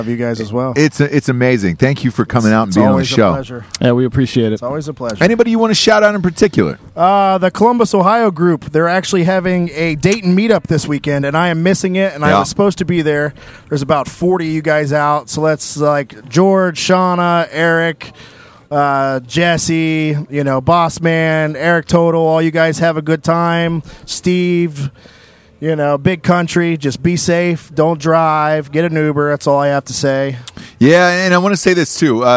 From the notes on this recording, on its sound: Live From Penn State! Rented and RV last week to tailgate live from Penn State sponsored by Stateside Vodka with the Western PA Drinkin' Bros Chapter.